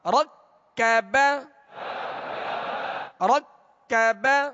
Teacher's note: را کو پر کریں گے کاف کو باریک